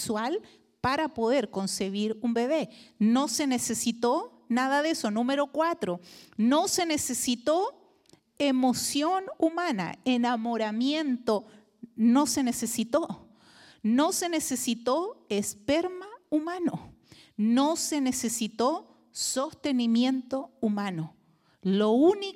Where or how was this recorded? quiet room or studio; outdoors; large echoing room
large echoing room